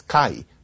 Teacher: A sound change process made the L drop out between vowels, and so now it's kai. It used to be kali.